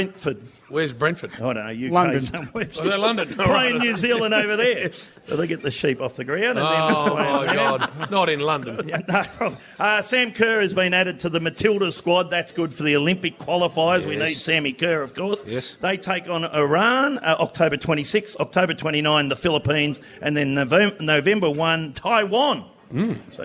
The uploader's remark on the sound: The Rush Hour Live From Melton Entertainment Park. Live at Melton Entertainment Park for the Rush Hour's Mad Month.